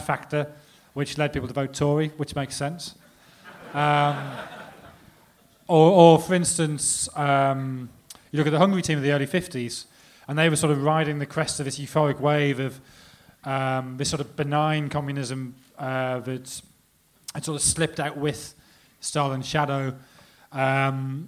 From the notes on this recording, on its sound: The Blizzard live in Dublin. The second half of the Blizzard's live Q&A event held at Dublin's Sugar Club on 3rd March 2016.